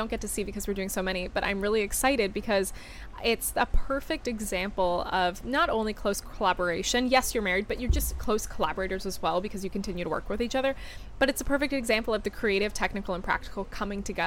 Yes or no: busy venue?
yes